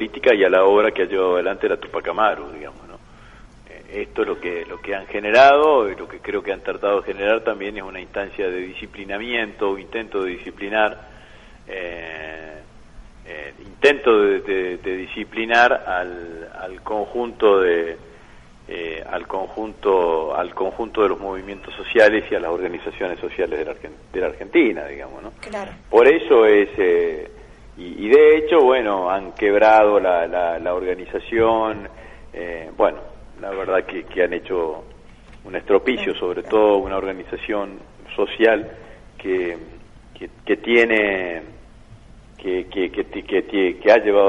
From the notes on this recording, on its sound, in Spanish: Entrevista telefónica